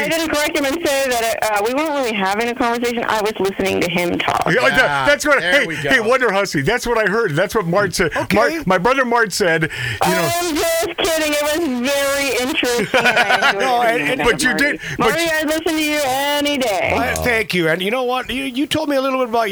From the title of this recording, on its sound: The Phone call from Death Valley